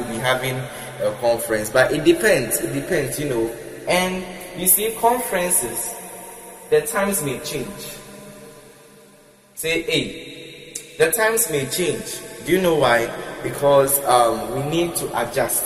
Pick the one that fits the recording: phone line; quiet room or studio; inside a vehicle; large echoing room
large echoing room